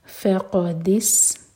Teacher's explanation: ف لائٹ قاف ہیوی اور سین پر سیٹی والی آواز